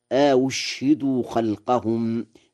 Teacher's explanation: وقرأ أيضا: أشهدوا خلقهم بهمزتين، الأولى مفتوحة والثانية مضمومة مسهلة وإسكان الشين